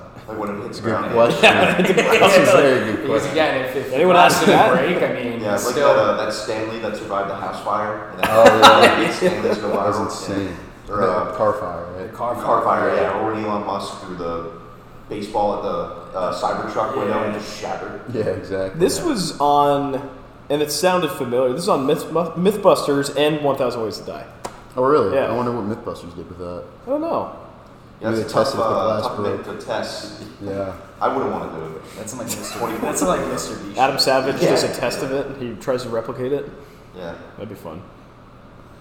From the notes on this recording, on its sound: This live show from the US Rubber Lofts in Providence.